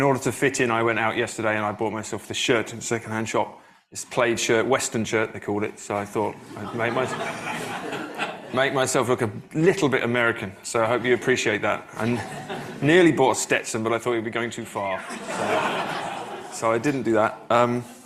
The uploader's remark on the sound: delivered the keynote address at the 2023 FPR conference in Madison, Wisconsin